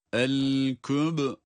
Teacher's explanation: Bu sese biz kalkale diyoruz. Mahrecin depretilmesi, kuvvetli ses çıkarılması. · Burada el-kübra kelimesinde ise kaf harfi ba harfine bağlanıyor. Ba cezimli okunduğu için kalkale sıfatı var.